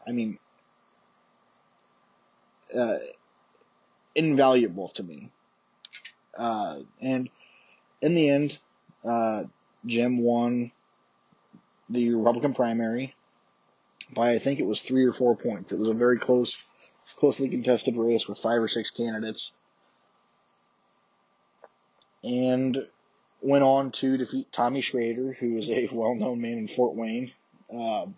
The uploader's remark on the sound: Excuse the poor audio quality